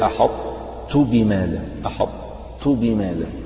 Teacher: كأنك تنطق بطاء غير مقلقلة وبعدين تنطق بالتاء، فهو إدغام يعني ذهب الحرف الأول ولكن بقيت بعض صفاته